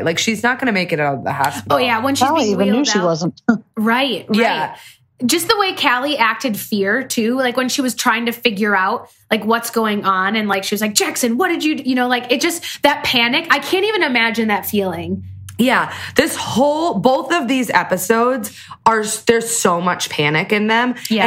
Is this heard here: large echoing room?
no